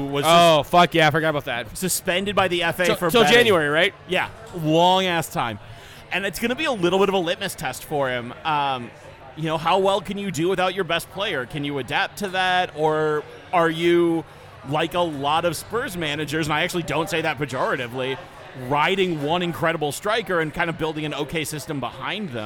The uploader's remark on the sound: we recorded this in person at the Black Hart